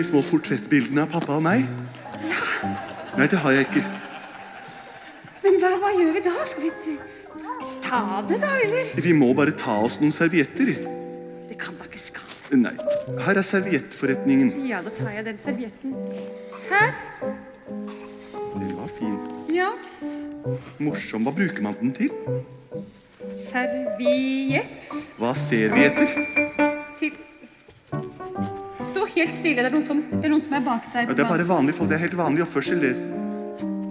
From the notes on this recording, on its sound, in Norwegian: Live fra Kampen kirke.